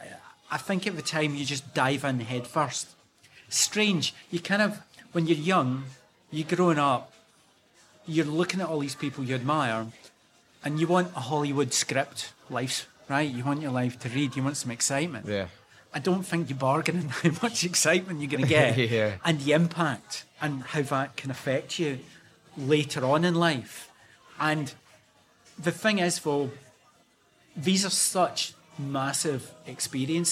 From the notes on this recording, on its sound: Recorded in a cafe in the heart of Istanbul.